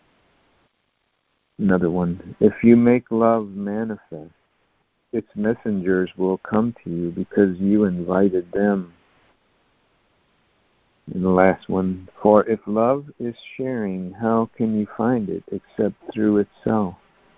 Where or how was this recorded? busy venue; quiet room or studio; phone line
phone line